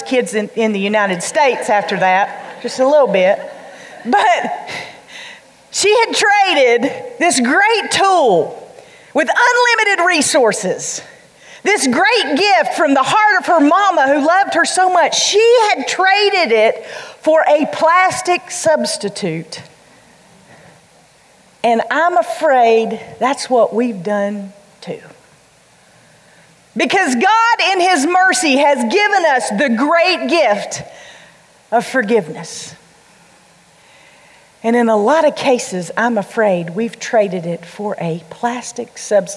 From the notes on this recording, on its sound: during The Girl Talk Live event in Hickory, NC.